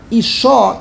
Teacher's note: isha is milra. The emphasis on the end of the word.